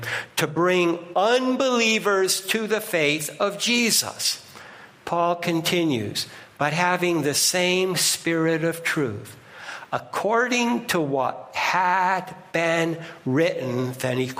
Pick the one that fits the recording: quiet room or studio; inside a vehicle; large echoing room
large echoing room